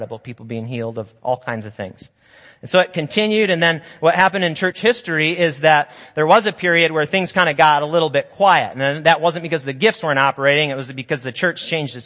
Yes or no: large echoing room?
yes